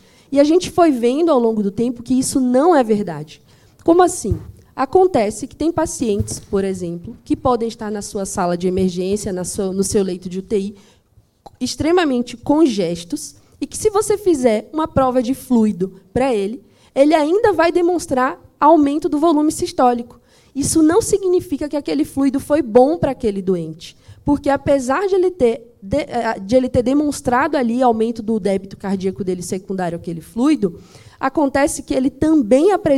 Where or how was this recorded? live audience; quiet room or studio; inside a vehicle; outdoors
live audience